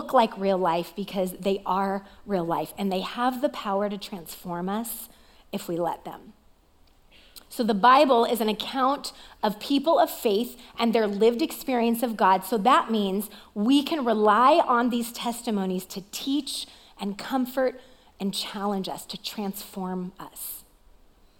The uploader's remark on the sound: Recorded live at CrossWinds Church on November 5th , 2023.